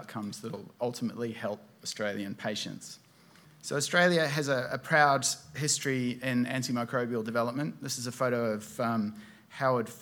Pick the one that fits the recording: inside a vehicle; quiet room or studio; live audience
live audience